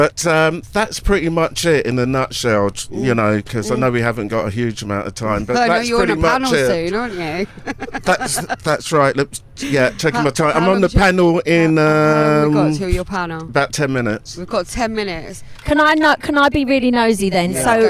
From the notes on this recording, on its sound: Jump in the Audiomango studio van for a chat at Brighton Music Conference. Recorded live for istreem.tv.